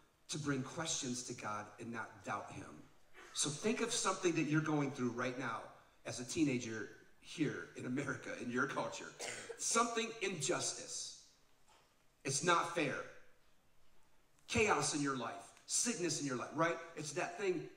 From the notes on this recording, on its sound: Live Podcast From Oregon.